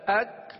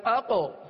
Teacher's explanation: دیکھیے ایک طرف پہلے کاف پڑھا پھر دوسری طرف قوف، یہ دو حروف ہم نے پڑھے. کاف کو ہم نے باریک بھی پڑھا کلکلہ نہیں کیا، قوف کو پر بھی پڑھا اور اس میں کلکلہ بھی ادا ہوا ہے